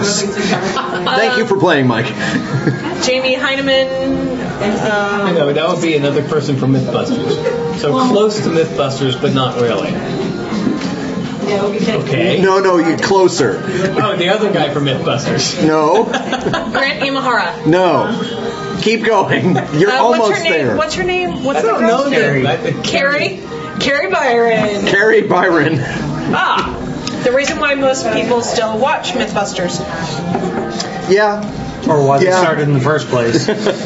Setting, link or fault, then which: setting, busy venue